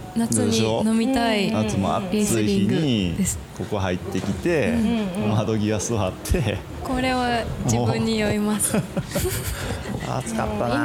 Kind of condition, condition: setting, busy venue